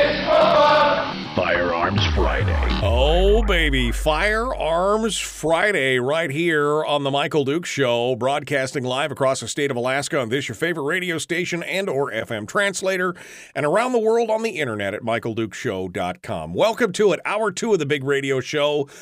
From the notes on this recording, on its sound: open up the phones for Q&A and discussions